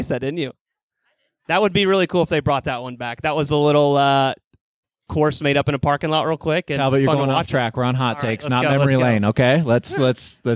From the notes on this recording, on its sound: THE LIVE SHOW. Live from the Skratch Labs Cafe!